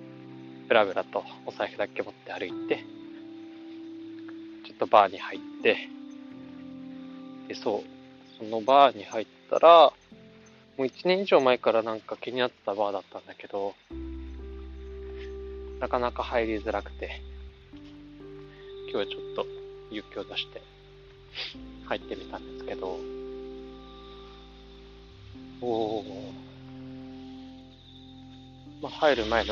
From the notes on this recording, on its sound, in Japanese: はじめて散歩しながらの録音なので少し聞き取りづらいですね… 秋の音がします。